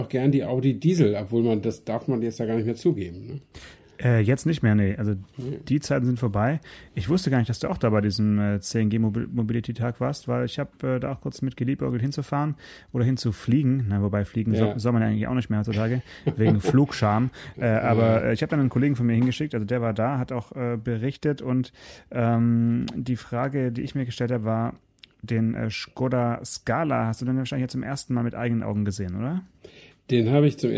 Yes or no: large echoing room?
no